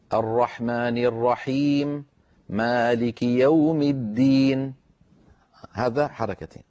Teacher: الشاهد المد العارض للسكون روي لنا مقصورا